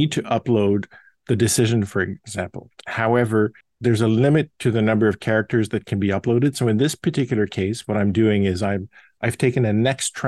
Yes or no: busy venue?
no